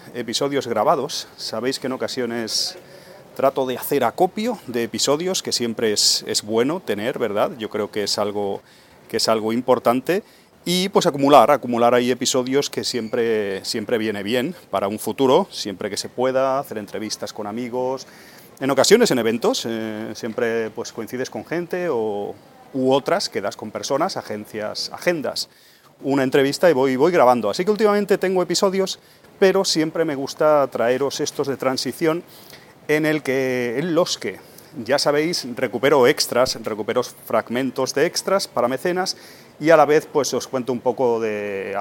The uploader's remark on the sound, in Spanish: En el aeropuerto. Grabé junto antes de coger un avión pero...